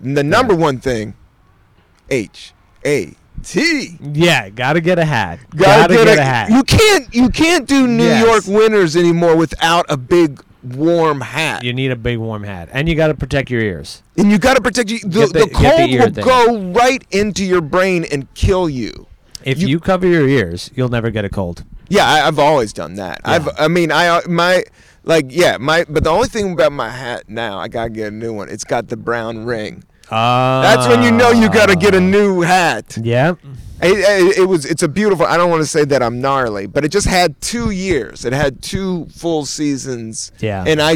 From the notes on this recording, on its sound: Outside in Prospect Park in Brooklyn, NY.